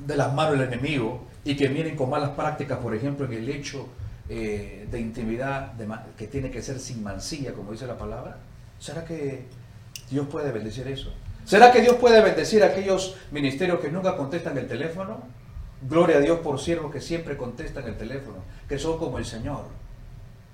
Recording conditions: live audience